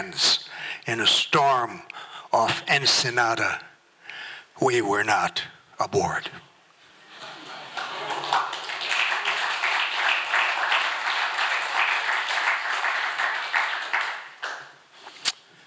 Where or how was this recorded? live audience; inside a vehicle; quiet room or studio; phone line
live audience